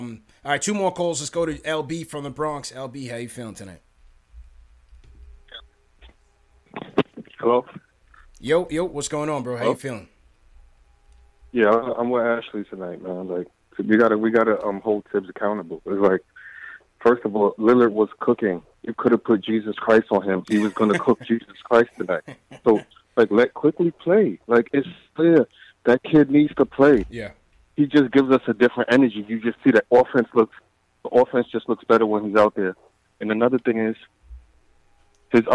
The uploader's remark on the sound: take live phone calls from fans around the world